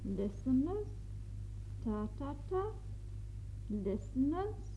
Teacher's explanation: Do you hear those last three syllables rise? · Term: glide up